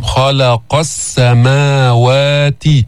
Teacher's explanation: خلق أيضا نفخم الخاء ولا نفخم اللام. خلق السماوات.